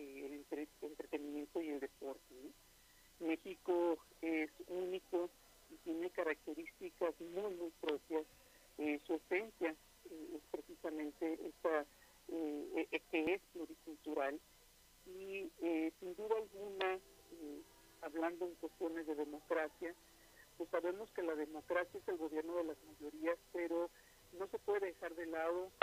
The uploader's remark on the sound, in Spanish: Entrevistamos vía telefónica.